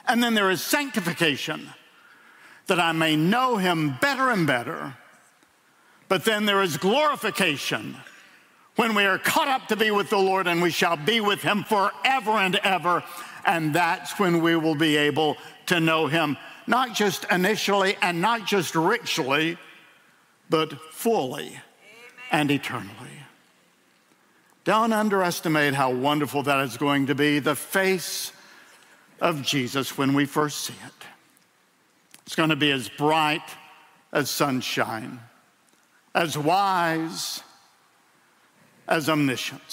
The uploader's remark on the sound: In a sermon delivered at World Outreach Church